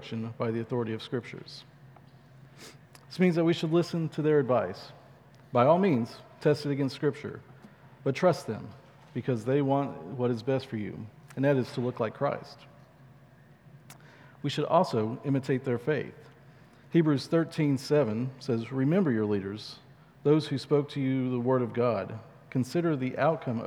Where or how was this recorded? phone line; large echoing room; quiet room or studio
large echoing room